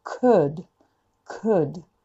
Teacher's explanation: 唇すぼめないで、喉の奥からうと言おうとしている。